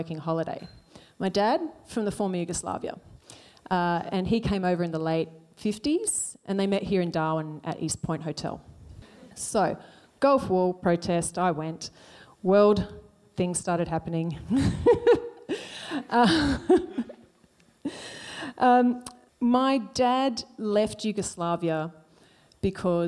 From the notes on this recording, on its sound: These stories were originally performed at SPUN, a live storytelling night held in Darwin. Present a night of vulnerable storytelling in front of a live audience. With live music.